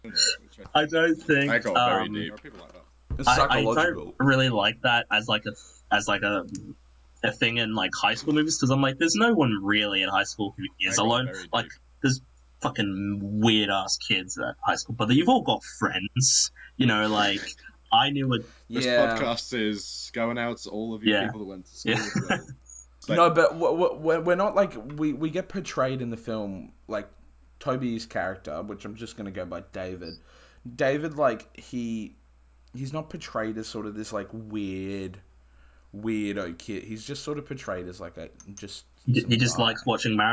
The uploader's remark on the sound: Apologies for some slight technical difficulties.